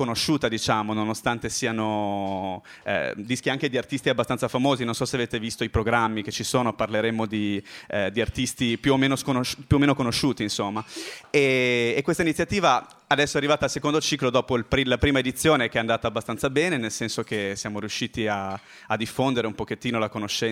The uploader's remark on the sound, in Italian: all'Osteria di Fuori Porta di Padova il 15 aprile 2012 e trasmesso in diretta da Radio Bue, la radio dell'Università degli studi di Padova.